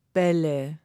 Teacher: Aber die Stimmlippen vibrieren während des ganzen Wortes. · Term: Vibration der Stimmlippen